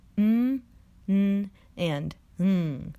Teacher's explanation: That's because these three sounds are nasals. They resonate in the nasal cavity, or the nose, in order to produce the desired phoneme.